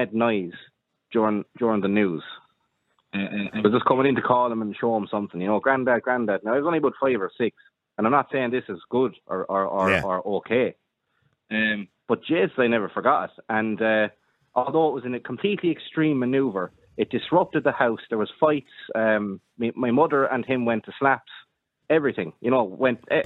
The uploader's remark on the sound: Opens up the phone lines. The callers present a wide range of perspectives on this complex issue.